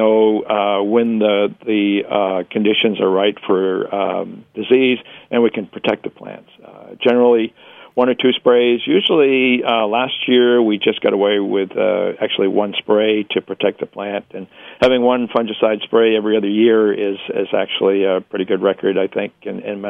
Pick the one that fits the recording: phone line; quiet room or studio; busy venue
phone line